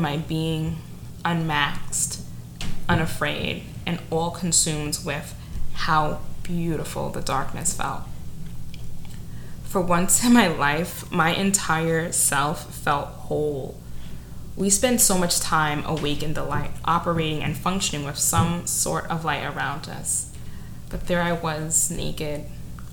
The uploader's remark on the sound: Yet another imperfect recording is that my upstairs neighbor was involved the entire time! The bricks on his feet and major movement.